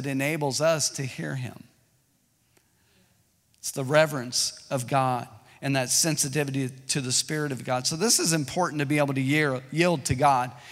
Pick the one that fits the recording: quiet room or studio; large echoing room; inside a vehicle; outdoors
large echoing room